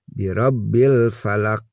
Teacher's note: ba dan kof itu termasuk huruf kolkolah artinya kolkolah itu mantul memantul